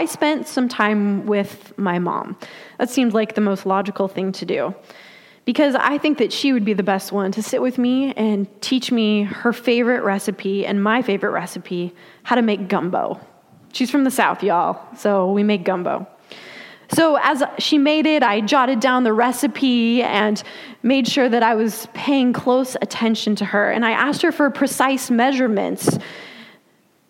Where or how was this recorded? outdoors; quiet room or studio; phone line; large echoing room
large echoing room